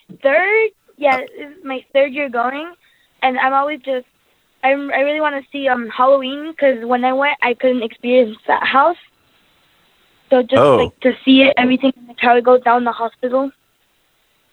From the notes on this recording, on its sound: we take your calls live